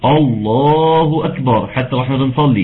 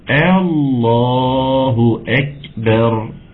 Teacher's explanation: اللام مفخمة. ليه؟ لأن قبلها مفتوح، قبلها الهمزة مفتوحة